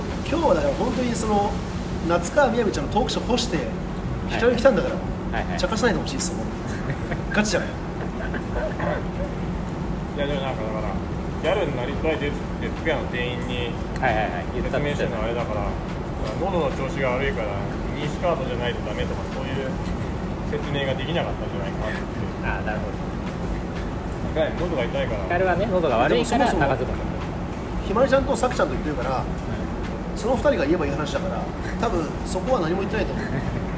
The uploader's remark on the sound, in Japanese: 土砂降りのなかで録音したので音悪いです。